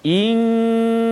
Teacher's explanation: dengung dengan kadar dua dua harakat · Term: ikhfa hakiki